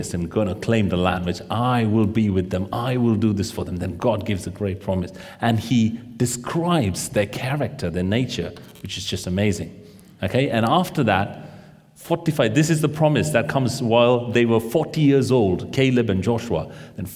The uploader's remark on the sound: This sermon was recorded on Sunday 14th May 2023 at our Great Denham venue.